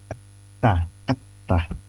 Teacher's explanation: Huruf ta yang titik dua itu sifatnya syiddah, suara itu kuat tertahan. Pada saat pengucapan konsonan huruf ta tanpa vokal itu sangat tertahan itu suara itu, atau pengucapannya sangat tertahan.